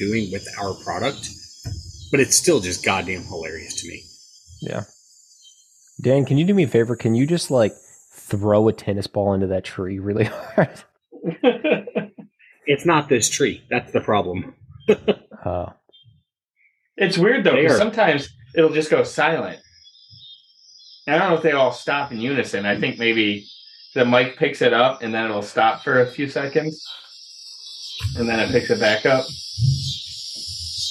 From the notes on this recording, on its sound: In a very special - and unlistenable - episode. Goes outside to broadcast from his deck. The Cicada episode.